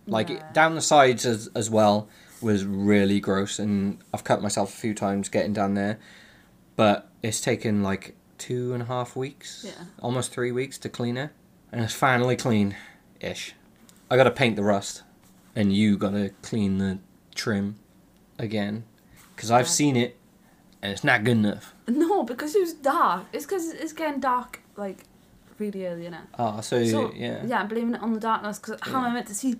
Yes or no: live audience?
no